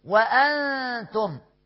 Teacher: إخفاء حقيقي لوقوع التاء بعد النون الساكنة. أن أدي نون ساكنة بعدها تاء.